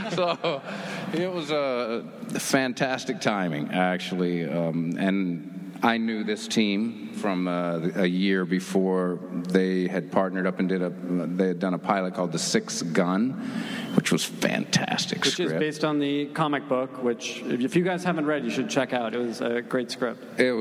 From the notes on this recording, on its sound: Recorded at NY Comic Con on October 9, 2015.